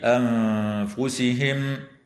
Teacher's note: وتخفى النون الساكنة عند الفاء مع الغنة مرققة في كلمة أنفسهم